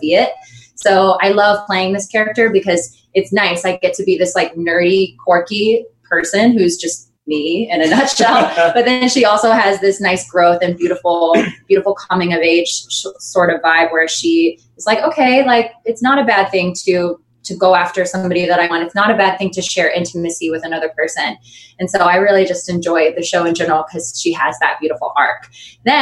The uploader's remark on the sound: joined me via Zoom